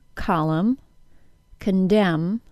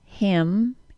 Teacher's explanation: In words that end in MN, the N is silent and we have only the M sound. Other words ending in MN are column, condemn, the curse word damn, and the words hymn, H-Y-M-N, and solemn.